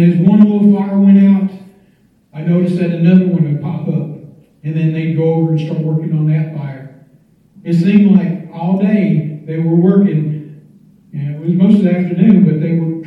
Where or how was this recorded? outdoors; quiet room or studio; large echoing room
large echoing room